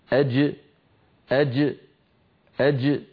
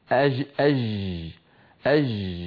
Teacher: أن نتخلى عما اعتدناه من طريقة تصويتنا في العاميات بصوت الجيم، وننطقه كما كانت العرب تنطقه في زمن النبوة شديدا مجهورا، يعني من وسط اللسان محبوس الصوت والنفس · Shown in: first take · هكذا أج أج أج، ولا يقول أحدنا أج أج أج، · Term: الجيم الفصيحة